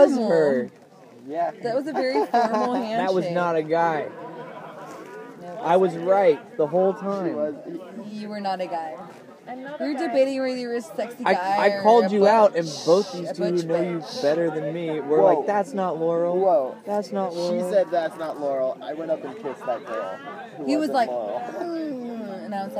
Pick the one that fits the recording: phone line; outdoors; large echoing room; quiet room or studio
outdoors